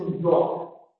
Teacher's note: because there is a lack of rhoticity there